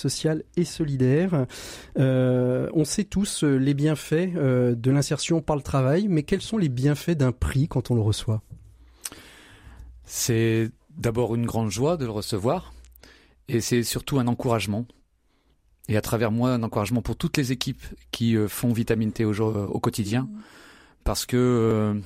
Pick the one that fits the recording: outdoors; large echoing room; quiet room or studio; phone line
quiet room or studio